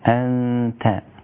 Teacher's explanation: والحكم في أنت إخفاء مع الغنة، إنه نستكنى بعدها حرف التاء، إخفاء مع الغنة أنت، والإخفاء قلنا مرتبة بين الإظهار والإدغام.